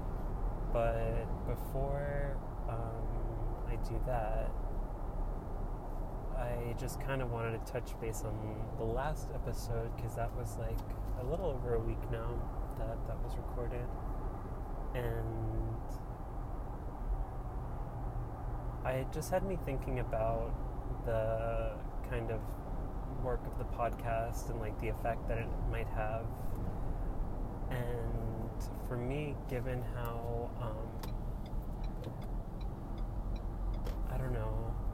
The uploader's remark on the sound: Recorded while driving on the New Jersey Turnpike.